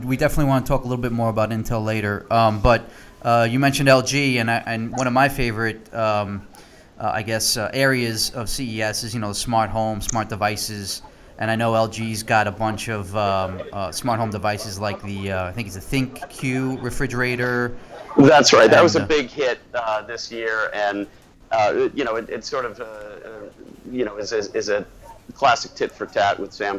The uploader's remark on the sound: Lets go straight to the floor at CES. Live at Eureka Park.